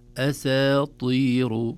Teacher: لتخليص السين برقتها من الطاء بفخامتها، فنقول أساطير.